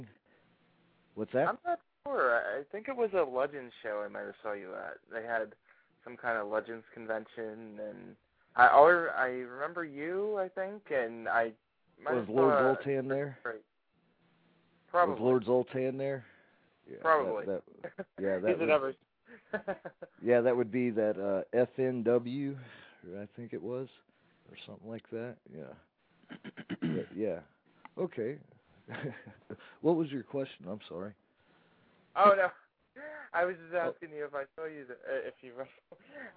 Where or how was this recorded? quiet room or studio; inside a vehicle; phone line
phone line